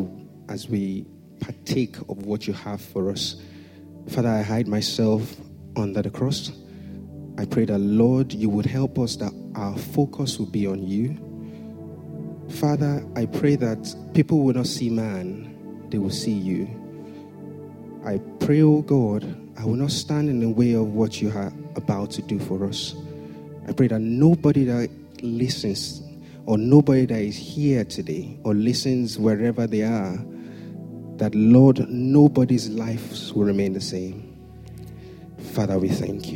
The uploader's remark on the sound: Sunday Service message preached.